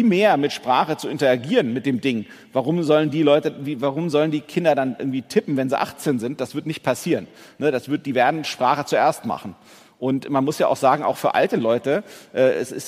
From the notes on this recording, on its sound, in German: Beim Onsite-Comeback der OMKB im April 2022 in Berlin